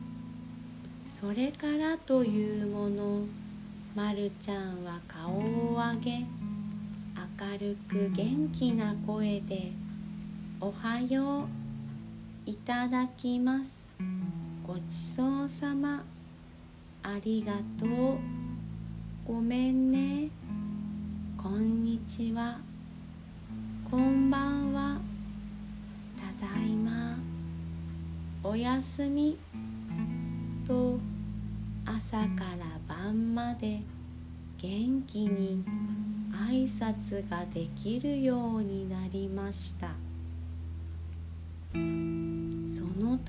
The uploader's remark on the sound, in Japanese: 毎回、乳飲児を抱きながら、おぶりながら録音しています笑。寝息が入っているかもしれません。